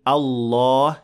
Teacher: the lam in Allah is, of course, full mouth. So we say Allah, not إله.